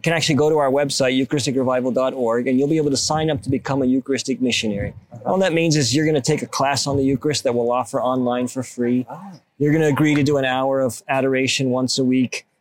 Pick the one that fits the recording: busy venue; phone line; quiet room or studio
busy venue